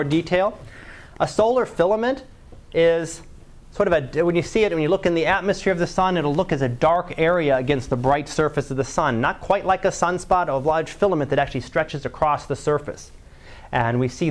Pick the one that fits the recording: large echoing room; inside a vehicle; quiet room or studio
large echoing room